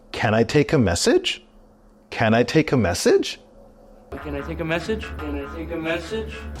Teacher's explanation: there's a rising intonation at the end of this question